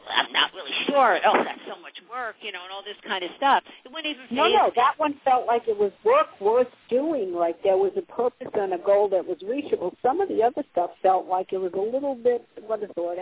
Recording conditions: phone line